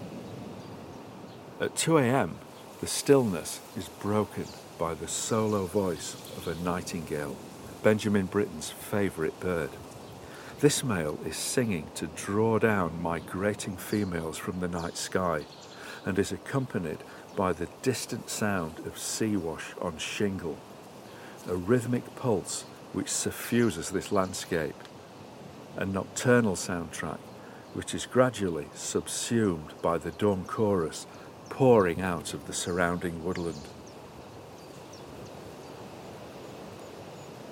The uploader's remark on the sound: Follows the overgrown railway path between Aldeburgh and Saxmundham, a favourite haunt of composer …, recording an array of elemental, animal and bird sounds, including the outpouring of a nightingale.